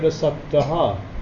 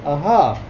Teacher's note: This visarga, like in the word asaptaha, it's pronounced with an echo, aha, but not always.